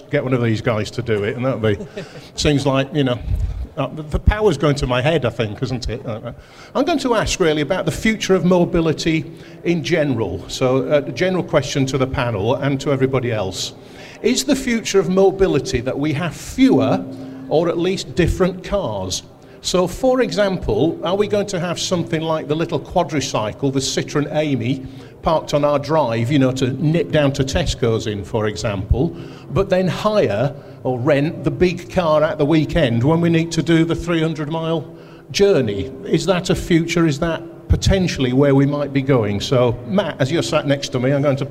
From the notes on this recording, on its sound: This episode we visit the aftermarket trade show Mechanex, where just that happened. We got five of the UK’s most well-known commentators on stage.